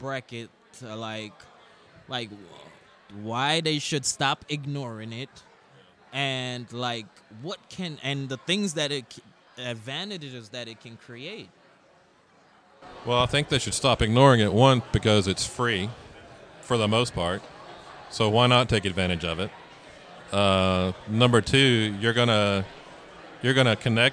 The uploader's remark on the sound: Live at Creative South